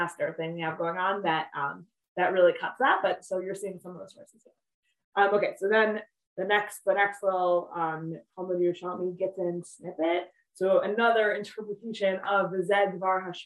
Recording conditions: video call